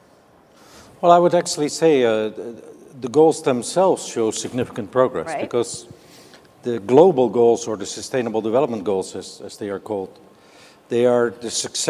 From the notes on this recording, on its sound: The best of live interviews from GreenBiz events